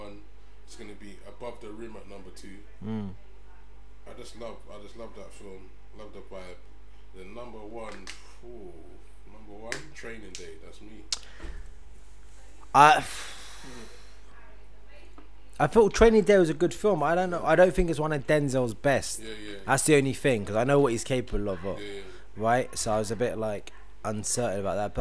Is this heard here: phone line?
no